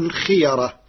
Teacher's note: فالقراء جميعا متفقون على تفخيم الراء لأن الياء قبلها محركة بالفتح